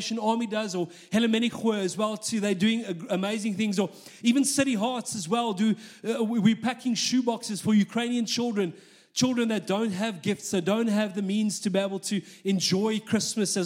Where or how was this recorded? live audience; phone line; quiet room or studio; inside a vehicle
live audience